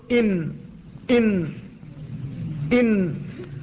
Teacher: والنون من طرفه تحت اجعلوا أي اجعلوا أنتم يا معشر القارئين النون خارجة من طرفه أي رأس اللسان تحت، أي من أسفل رأس اللسان، فتقول إن إن إن، يستعلي اللسان عندها قليلا